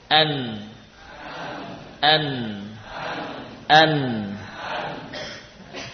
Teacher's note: huruf nun berasal dari ujung lidah. Ujung lidah paling depan dengan gusi.